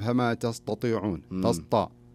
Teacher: فخم حرف التاء فجعله حرف استعلاء